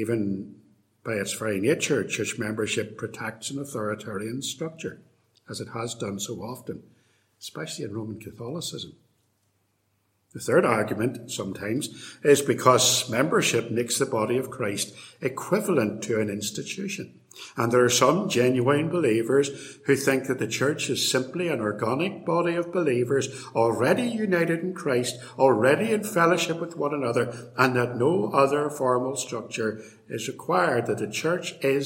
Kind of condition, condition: setting, large echoing room